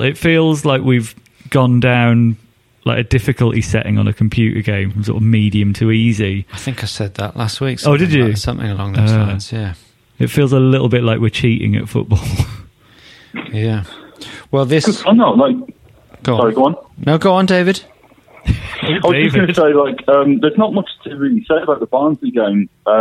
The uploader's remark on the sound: on the phone